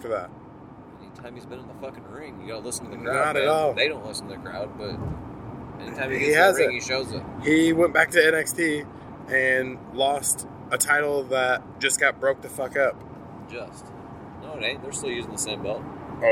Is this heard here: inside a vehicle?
yes